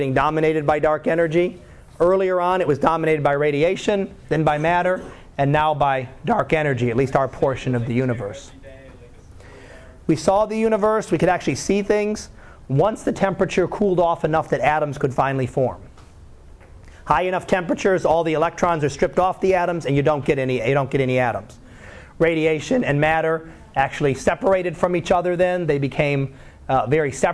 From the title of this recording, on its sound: Live Class Lecture